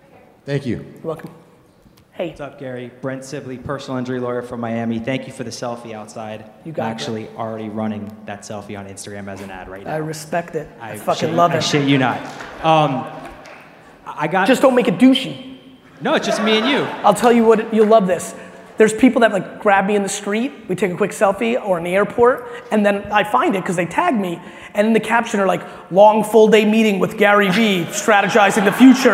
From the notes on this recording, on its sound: This episode is from a keynote I gave in Alpharetta, Ga.